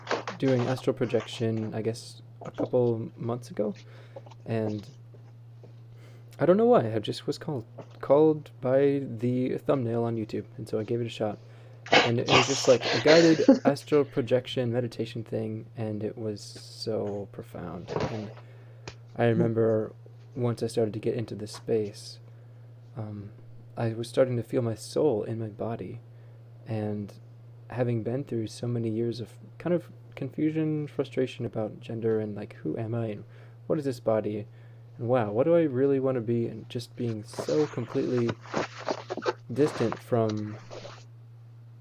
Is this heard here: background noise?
yes